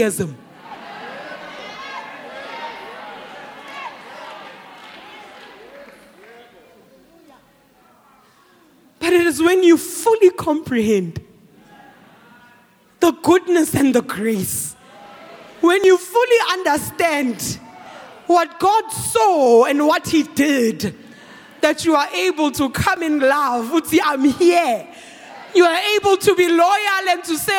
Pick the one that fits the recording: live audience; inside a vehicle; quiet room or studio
live audience